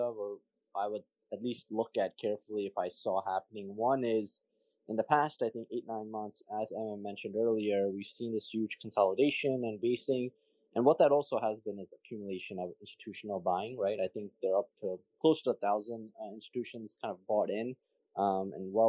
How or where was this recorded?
video call